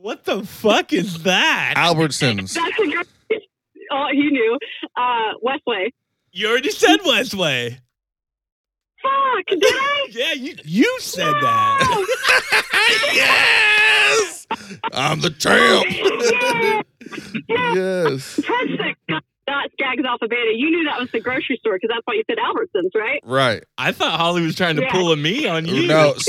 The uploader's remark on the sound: had multiple people call